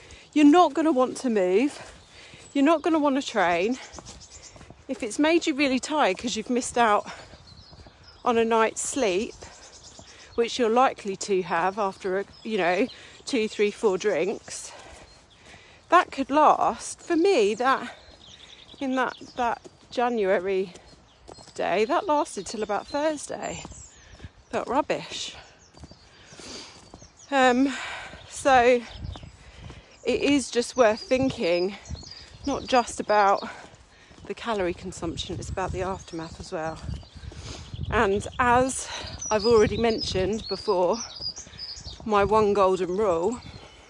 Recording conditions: wind noise